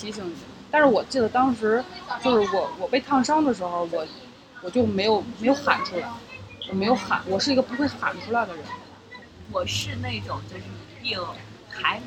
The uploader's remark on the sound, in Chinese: 本期节目录制于大艺术家市集的户外现场，噪音、不时被顾客打断、不同的朋友突然到访，都让本期节目不可预测。